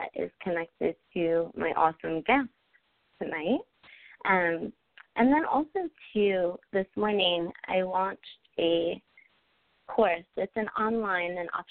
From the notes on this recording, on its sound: During this special live reading show, they will be taking your calls for readings & questions.